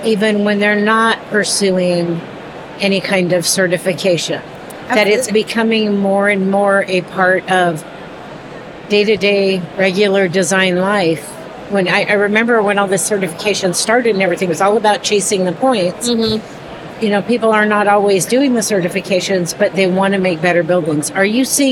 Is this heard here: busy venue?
yes